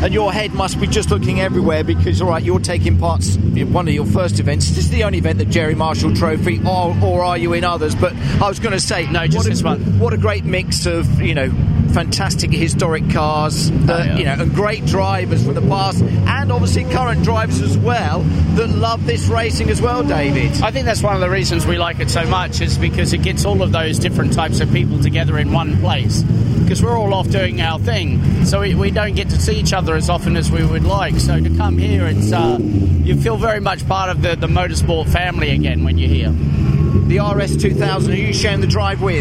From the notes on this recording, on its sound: talks at the 75th Members Meeting